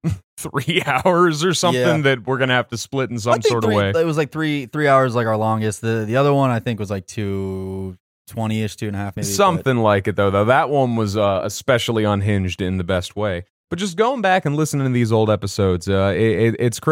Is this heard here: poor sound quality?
no